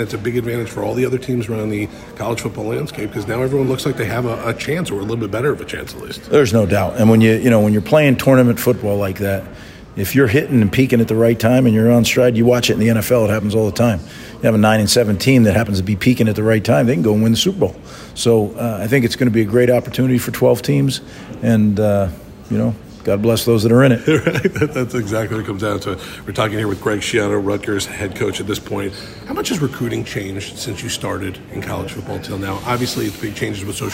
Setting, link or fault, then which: setting, busy venue